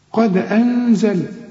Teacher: قد أنزل هنا نون وبعدها الزين، والزين من حروف الإخفاء غن هنا وقلقل الدال